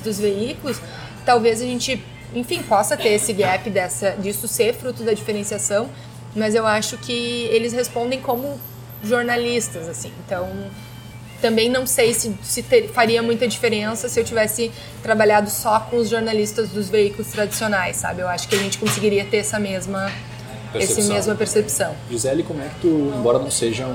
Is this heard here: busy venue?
yes